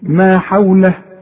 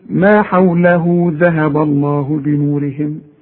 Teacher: اذا وقفت يبقى ما عندكش مد، انما تمد عند الوصل